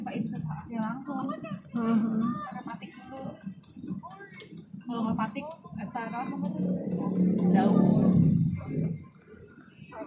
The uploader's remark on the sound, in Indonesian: di perjalanan pulang dari rumah nenek, ditemani dua bocah dengan backsound YouTube